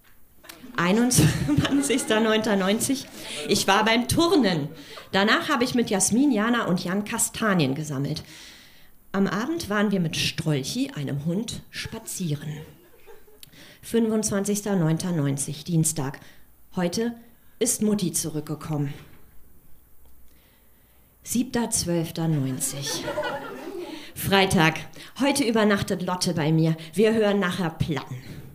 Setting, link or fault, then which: setting, live audience